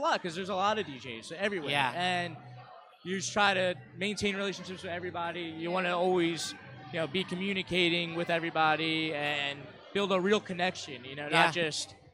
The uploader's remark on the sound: an episode shot live from Tradesman's in Philadelphia